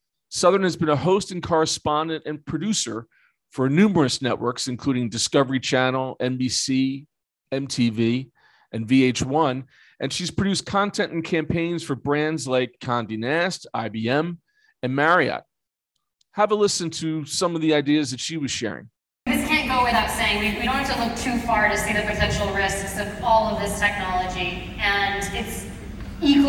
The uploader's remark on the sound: On the ground at ISTE Live22. Comes live from one of the nation's largest edtech conferences. At least 15,000 educators and edtech enthusiasts are gathered in New Orleans for ISTELive 22 .